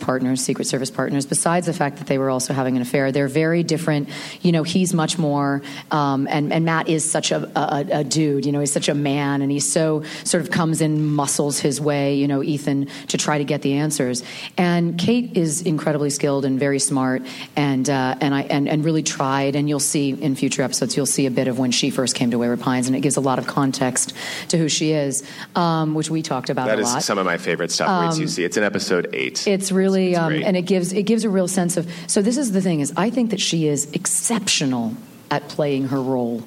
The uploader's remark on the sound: Recorded at ATX Television Fest in June 2015.